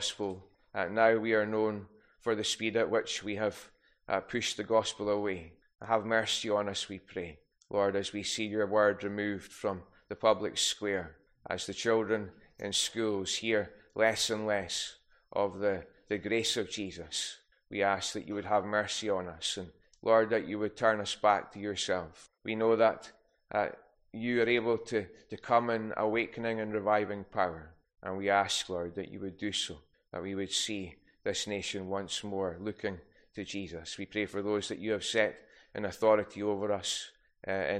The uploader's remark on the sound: recorded at North Harris Free Church on the morning of Sunday, 28th May 2023.